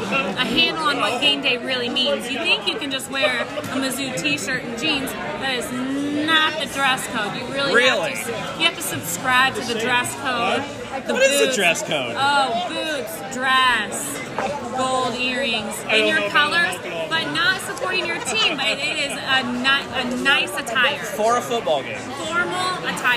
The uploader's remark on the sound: On location in Normal, IL from Medici’s.